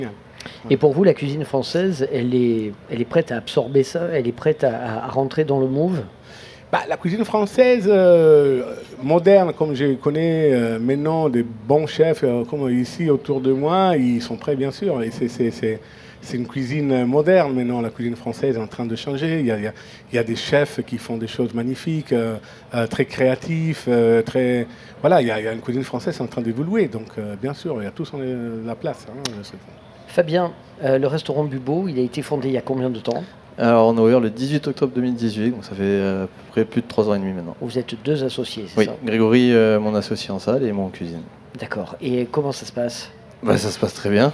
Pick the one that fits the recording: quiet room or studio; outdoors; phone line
outdoors